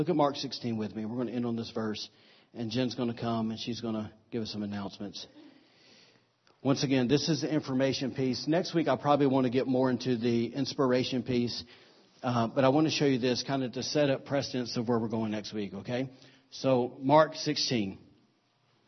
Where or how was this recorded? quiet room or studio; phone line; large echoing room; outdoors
large echoing room